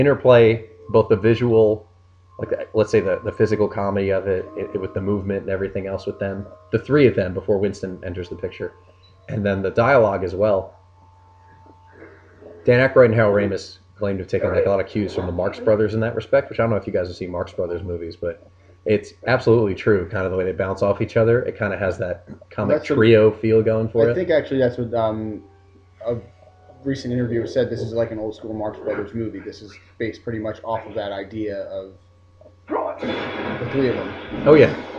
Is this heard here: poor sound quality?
yes